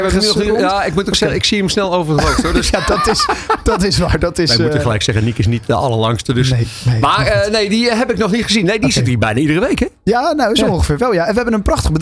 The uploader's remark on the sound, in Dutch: Tienjarig jubileum ALLsportsradio 31 januari 2024 - Afterparty